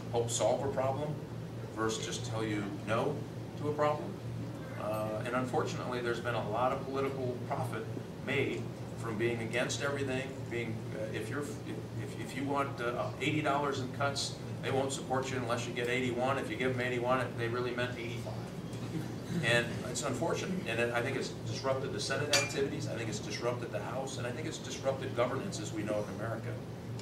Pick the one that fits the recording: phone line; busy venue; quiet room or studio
busy venue